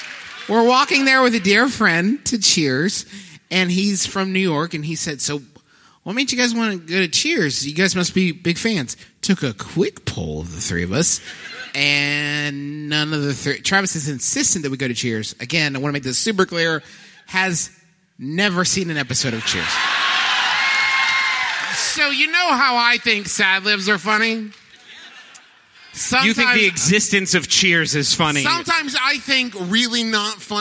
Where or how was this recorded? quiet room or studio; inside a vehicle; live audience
live audience